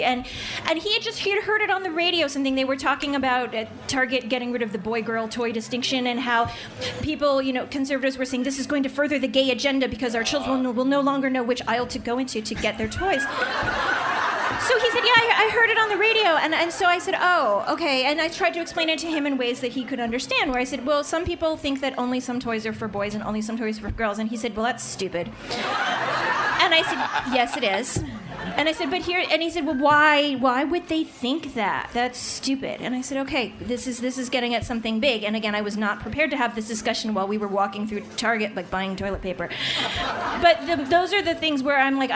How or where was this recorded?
live audience